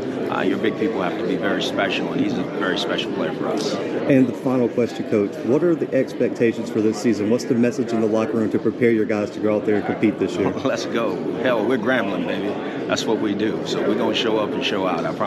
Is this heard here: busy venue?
yes